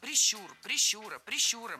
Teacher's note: Всегда ударение в этом слове ставим на второй слог.